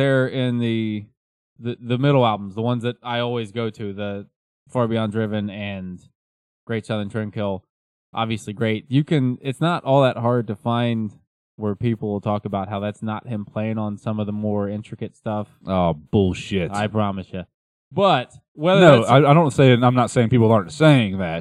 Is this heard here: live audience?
no